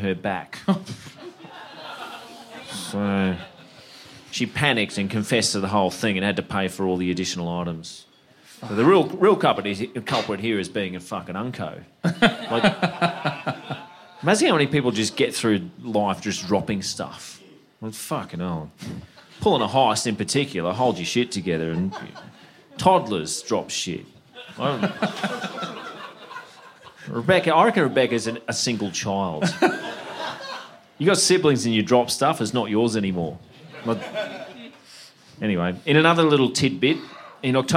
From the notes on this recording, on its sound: LIVE IN BRISBANE. At the second of our sold out live shows in BrisVegas.